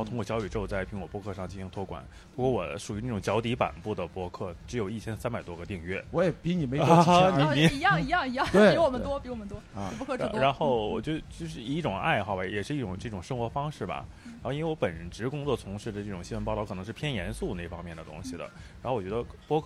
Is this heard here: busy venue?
yes